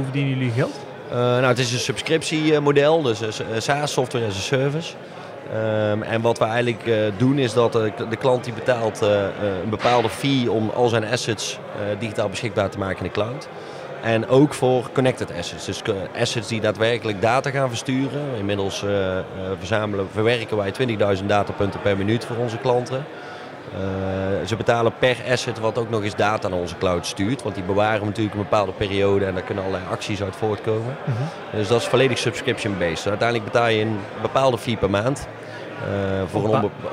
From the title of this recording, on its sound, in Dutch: Breda Startup night 4 april Live